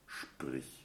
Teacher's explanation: Yeah, so he's saying that because the P is an unvoiced consonant, the sh is probably not as long.